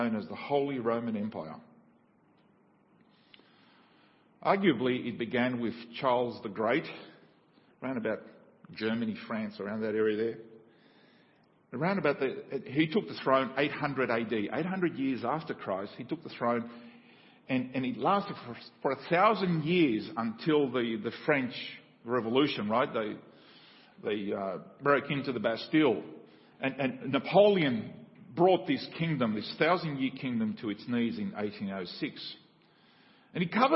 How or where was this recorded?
large echoing room